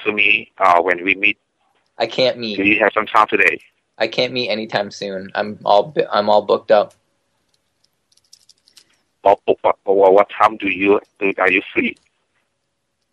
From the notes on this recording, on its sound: …'s Personal Prank Phone Calls Collection.